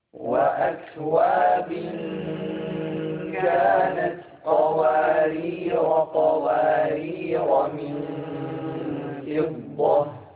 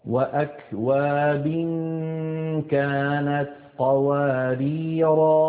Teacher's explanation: إذن لاحظنا كيف ألف قوارير لما وصلنا حذفناها ولما وقفنا أثبتناها، يعني نطقناها